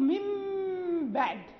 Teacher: ننطق بها ميما لا ننطق بها باء، ليمكن إخفاؤها عند الباء، لأن النون لا تخفى عند الباء، يعني تقلب ميما لتخفى